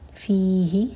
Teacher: فی دو حرکہ مد تبعی اور ہی ایک حرکہ